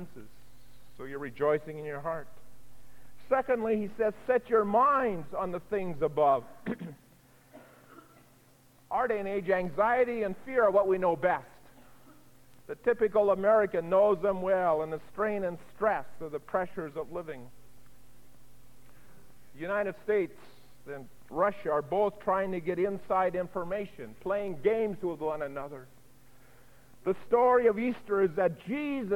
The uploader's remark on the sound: delivered at Vision Of Glory Lutheran Church on April 19, 1987